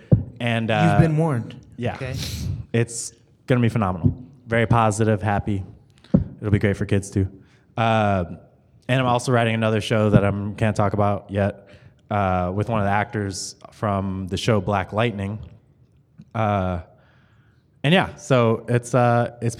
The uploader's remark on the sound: The Horrible Movie crew got to moderate this panel from Kansas City Comic Con.